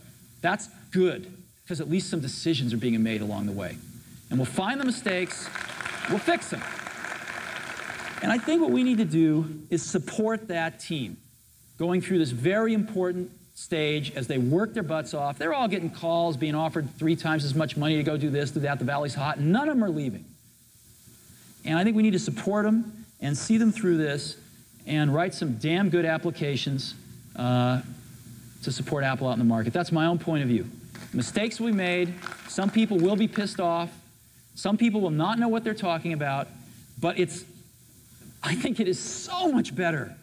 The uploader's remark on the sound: cooly responds to a critical question from the audience